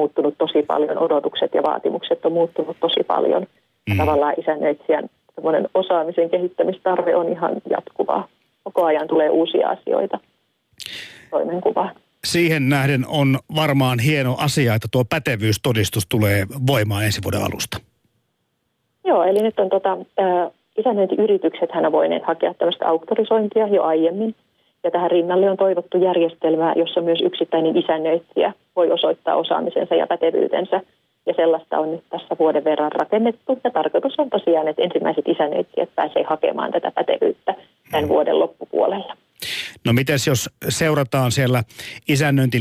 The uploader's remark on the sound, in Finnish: soitttaa myös Isännöintiliiton osaamispalvelujen johtajalle